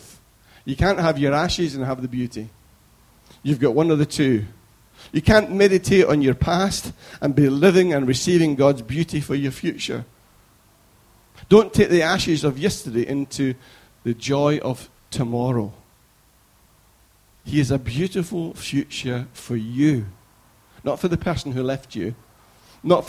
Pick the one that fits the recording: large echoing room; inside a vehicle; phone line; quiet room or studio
large echoing room